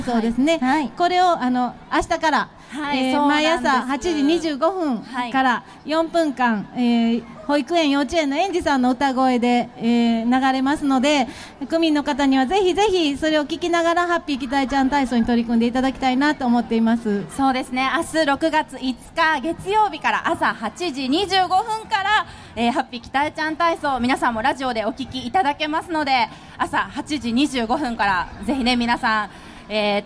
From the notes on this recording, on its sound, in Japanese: 北区民ふれあいまつり2017 ステージ。公開生収録。会場の皆様。